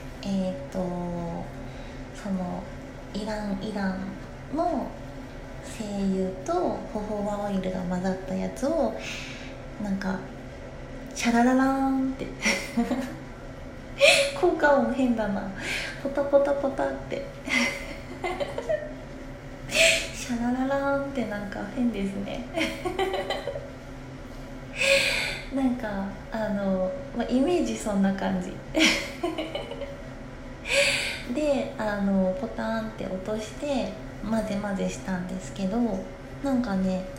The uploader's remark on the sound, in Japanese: お風呂から収録したので換気扇の音がうるさかったらごめんなさい